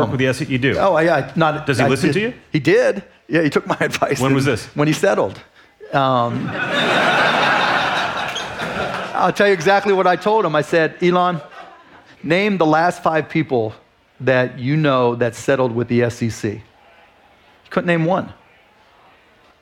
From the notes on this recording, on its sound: live interview recorded at South by Southwest in Austin, Texas.